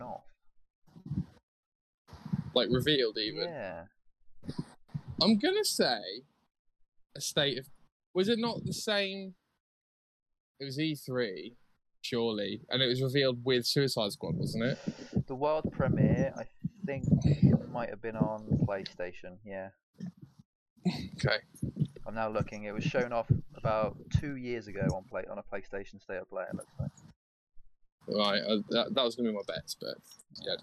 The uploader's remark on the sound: walking around a field in Norwich